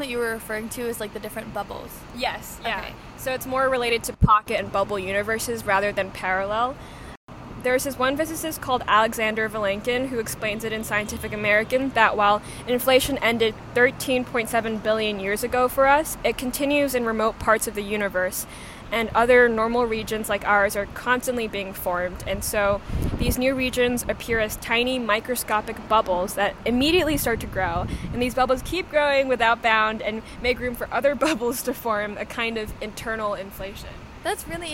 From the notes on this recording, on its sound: This episode was recorded outdoors. While editing we fixed the sibilance (’s’ sounds) but not the plosives (‘p’ and ‘b’ sounds).